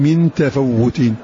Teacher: بقصر الفاء أي حذف الألف بعدها وتشديد وتجديد واو.